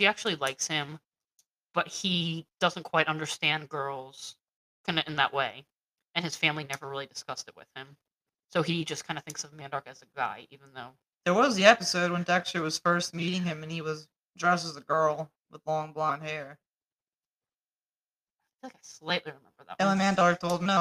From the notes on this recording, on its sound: Sorry for the weird audio.